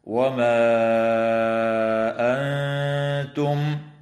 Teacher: مد منفصل في قوله تعالى: وما أنتم، يمد بمقدار 4 أو 5 حركات، وتخفى النون الساكنة عند التاء في كلمة أنتم مع الغنة